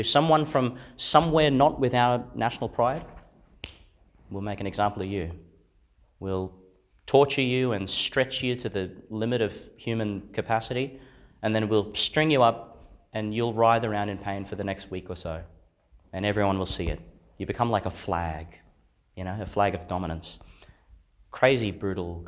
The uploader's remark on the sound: delivered in Sacred Heart Church, Theodore, Qld.